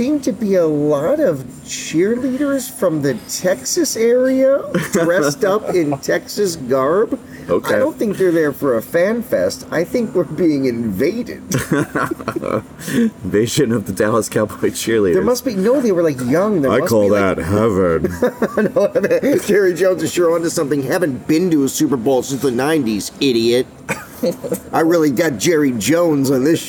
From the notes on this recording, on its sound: Beatlefest 2023 Part 2: Live from the Fest Floor.